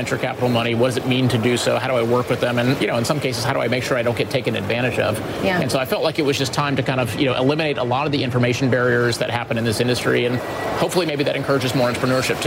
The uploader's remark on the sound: Live from the New York Stock Exchange.